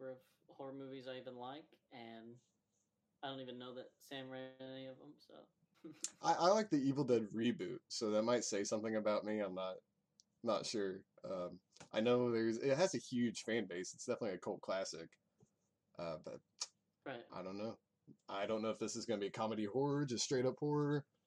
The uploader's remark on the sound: Apologies for the low audio.